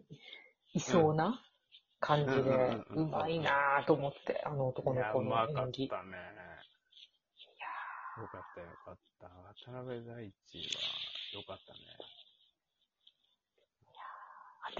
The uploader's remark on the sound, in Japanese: 基本遠距離収録です。マイク雑音はいっちゃってて申し訳ない。